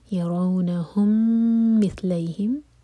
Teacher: ميم اور ميم کا ادغام، ميم کو ہولڈ کریں گے